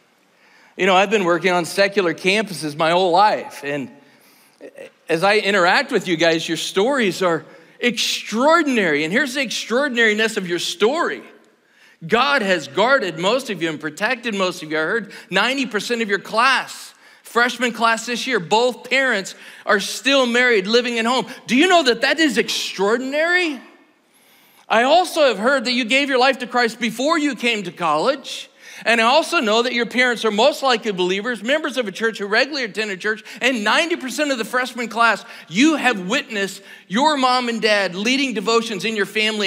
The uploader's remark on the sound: Tonight's service is part of the 2024 GO Conference at Cedarville University.